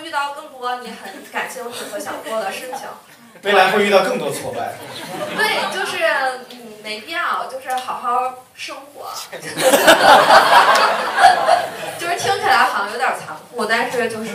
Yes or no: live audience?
yes